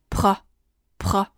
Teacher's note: p 遇见了一个 r 构成辅音群，所以它要把气流送出来。